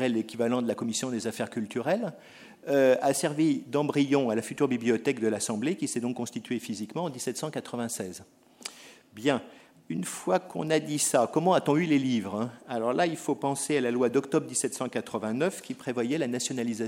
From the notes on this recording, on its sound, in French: enregistrée le 30 mars 2010 dans le cadre du colloque « La numérisation du patrimoine écrit.